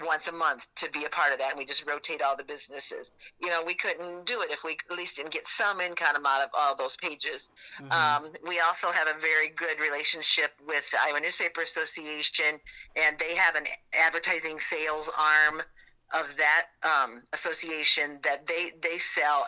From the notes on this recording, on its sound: I figured out how to record phone calls!